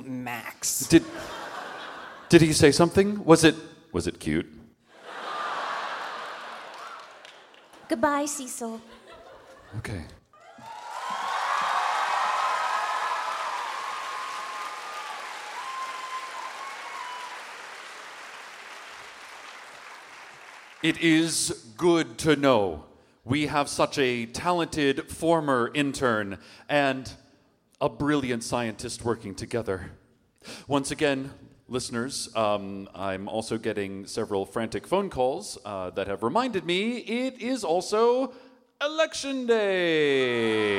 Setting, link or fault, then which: setting, live audience